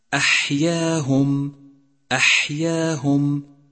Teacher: لاحظ صفة الهمس لحرف الحاء من كلمة أحياهم أحياهم، فلا بد هنا من جريان النفس معها لتقويتها